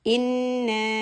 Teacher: Instead of pushing on noon, saying inna and raising the volume and emphasizing noon, we are going to emphasize alif. Inna. Stretch the mad munfasil 4 counts.